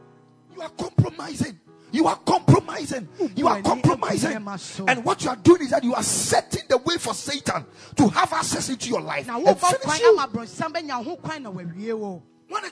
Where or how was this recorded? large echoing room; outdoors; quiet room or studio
large echoing room